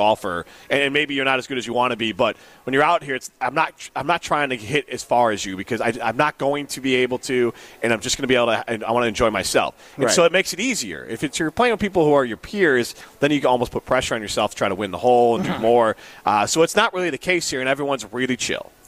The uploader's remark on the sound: live at University Ridge Golf Course